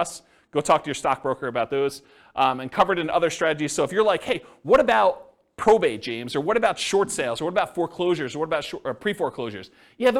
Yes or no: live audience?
yes